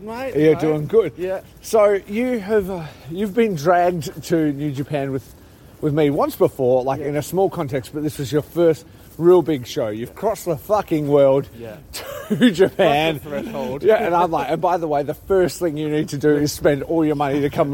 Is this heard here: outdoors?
yes